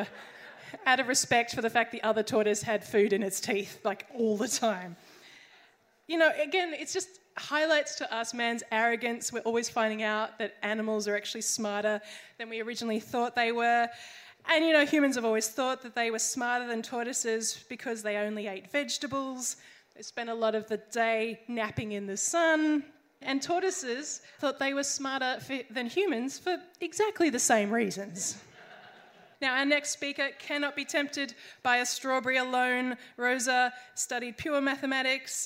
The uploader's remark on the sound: Recorded at Howler, December 12th. Sci Fight Science Comedy Debate is a bi-monthly science and comedy debate held at Howler Bar, Brunswick in Melbourne.